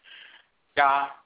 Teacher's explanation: it's really G-A, and the A is nasal